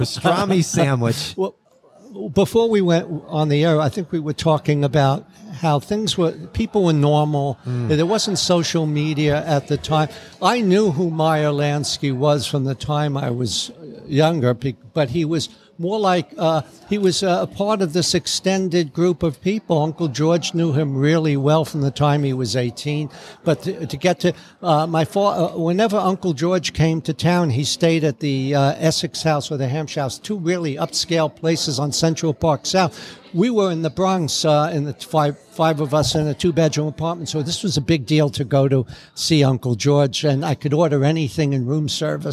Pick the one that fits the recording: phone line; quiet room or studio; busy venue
busy venue